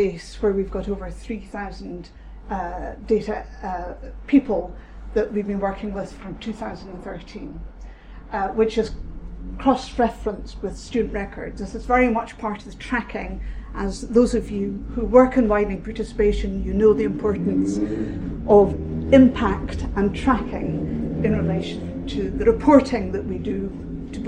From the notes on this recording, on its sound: University of Leeds. Speaks at SRHE Access and Widening Participation Network Event.